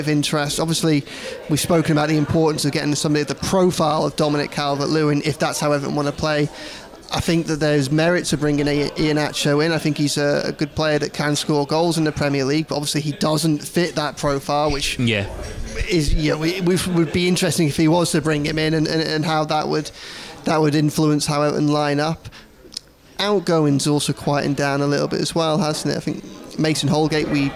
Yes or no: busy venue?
yes